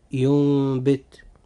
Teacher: وحرف الإقلاب هو حرف الباء، فإذا وقعت الباء أخي المسلم بعد النون الساكنة أو التنوين فإنها تقلب ميما مخفاه في النطق لا في الكتابة، أي إنها تنطق فقط ولا تكتب، وذلك مع بقاء الغنة